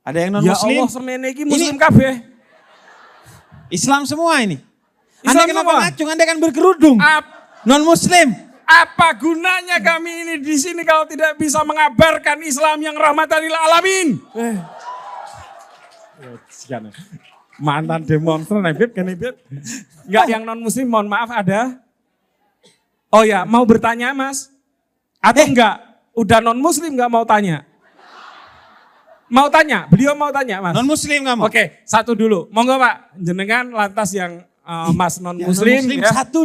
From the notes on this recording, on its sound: PutCast Live on Stage International Conference on Religious Moderation (ICROM) ke-2. Konferensi ini diadakan di Yogyakarta.